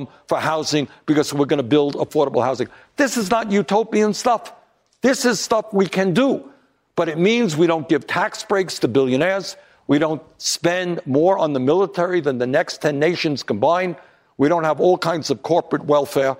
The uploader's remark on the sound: Answers questions from voters in New Hampshire during a live town hall. At Saint Anselm College in New Hampshire.